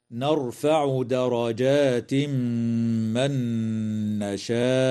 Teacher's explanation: قوله تعالى: نرفع درجات من نشاء، يدغم التنوين في الميم مع الغنة في قوله تعالى درجات من، وكذا تدغم النون في النون مع الغنة في قوله تعالى من نشاء. ويجوز الوقف على كلمة نشاء من قبيل الوقف الكافي.